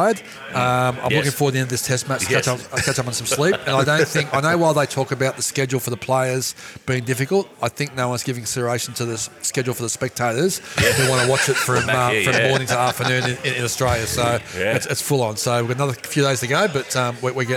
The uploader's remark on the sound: In the heart of the city at The Morrison Bar & Oyster Room